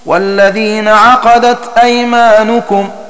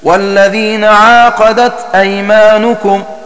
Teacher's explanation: بالقصر أي بحذف الألف بعد العين · Shown in: first take · فتكون قراءة الباقين بالمد أي بإثبات الألف والذين عقدت أيمانكم.